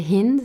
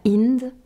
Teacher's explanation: qu'on disait Hind et pas Ind, et que c'était le H aspiré comme en anglais · Shown in: first take